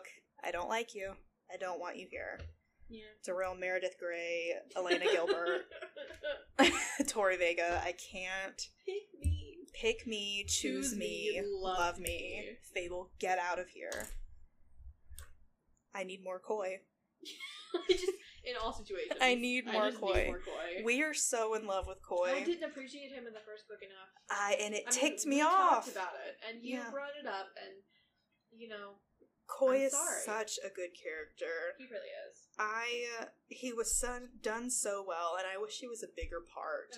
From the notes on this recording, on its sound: The audio is not great we're so sorry, lol- don't know what happened there.